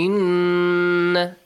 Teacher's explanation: Inna, a nasal sound, I'll also prolong it for two counts · Term: nun mushaddad